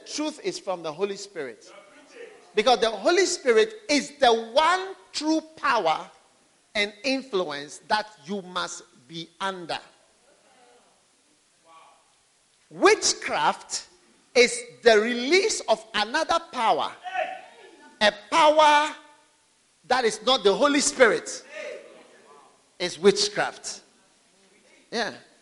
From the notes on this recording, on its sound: Today’s message is from the Sweet Influences of the Holy Spirit camp preached to University Students in Mampong in 2012.